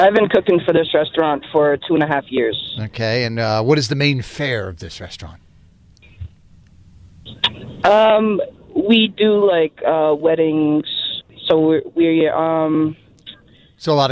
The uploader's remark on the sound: People called in anonymously and told us what they do for a living.